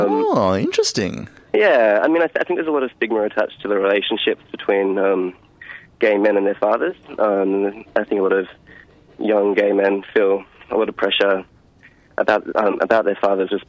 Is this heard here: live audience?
no